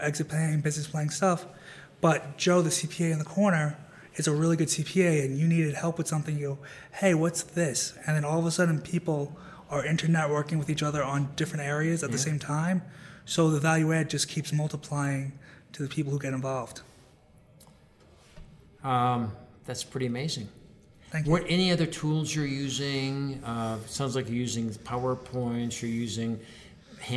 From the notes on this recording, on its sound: at the 2019 BEI National Conference